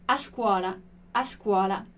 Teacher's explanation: Eu tenho um S um pouco chiadinho quando eu falo italiano, mas isso é um pouco do meu sotaque da região onde eu cresci lá na Itália. Então, eu não falo a escola, né?